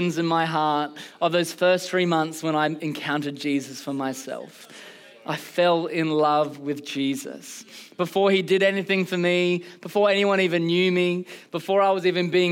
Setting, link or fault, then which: setting, large echoing room